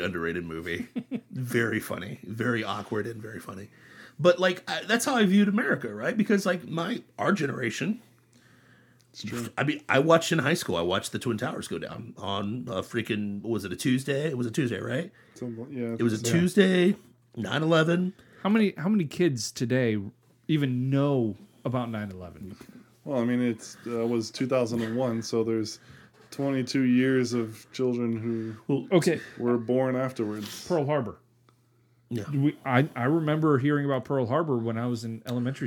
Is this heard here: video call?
no